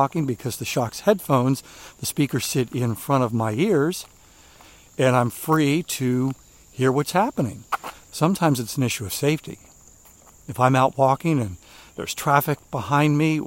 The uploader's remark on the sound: you'll enjoy the sounds of nature